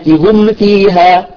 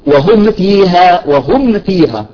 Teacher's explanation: يجب أن نطبق الشفتين ثم نفتحهما وننتقل إلى مخرج الفاء · Term: إظهار شفوي